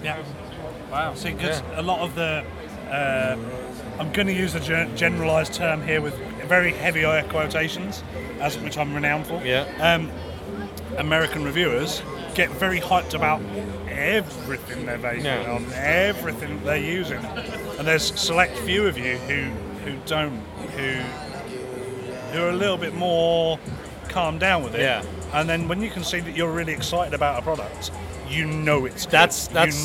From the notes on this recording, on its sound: The Vaper Expo Tail End Special. Recorded live at the Vaper Expo at the Birmingham NEC.